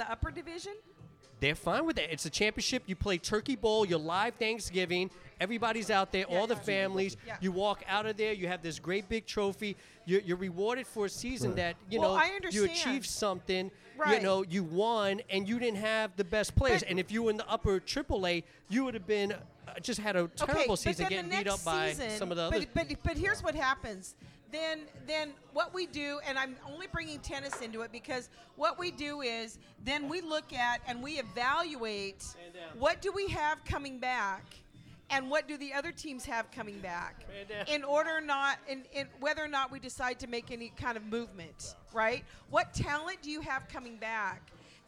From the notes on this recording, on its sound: We are live from the Backyard in South Seattle!